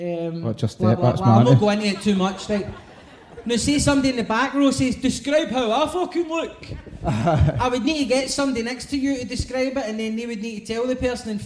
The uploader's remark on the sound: Live at St Luke’s